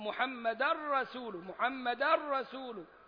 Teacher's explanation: ومحمدا منونة وجاية بعدها الراء فيها إدغام كامل زي اللام